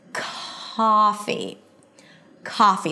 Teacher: the k sound at the beginning of words before a vowel, since it's a stop sound that is voiceless, is aspirated. So it feels like there is a little H after. · IPA: ˈkɑːfi